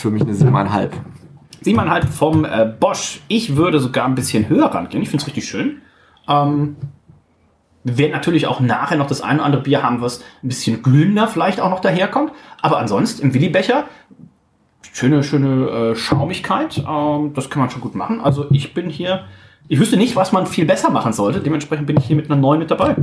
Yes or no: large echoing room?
no